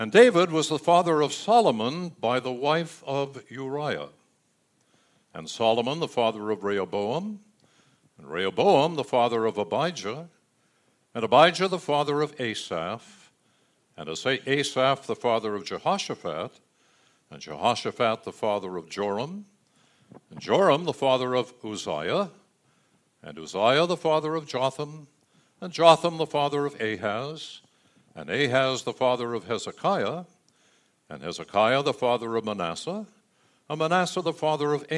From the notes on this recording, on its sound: Delivered during the Contemporary Worship Service. San Marino Community Church.